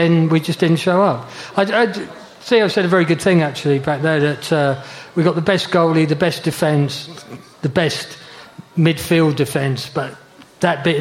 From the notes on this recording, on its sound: We bring you tonight's show live from the 100 Club on Oxford St.